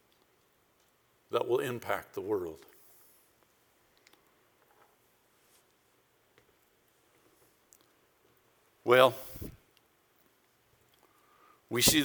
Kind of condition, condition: setting, large echoing room